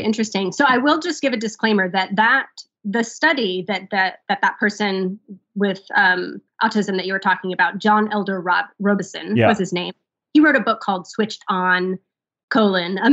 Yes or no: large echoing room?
no